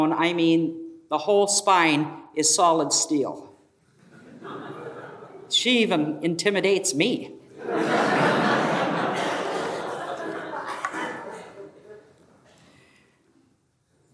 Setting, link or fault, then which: setting, live audience